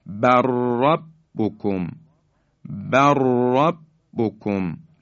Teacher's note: یا بل ربکم، ربکم، لام ساکن حذف میشه، را در حقیقت مشدد بیان میشه به این شکل، بر ربکم، بر ربکم، لام ساکن در را ادغام میشه